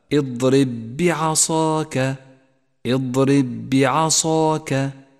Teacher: تعالى اضرب بعصاك حيث جاء حرف الباء الأول ساكنا والثاني متحركا ندغم الأول بالثاني فيصيران باء واحدة مشددة · Term: الإدغام المتماثل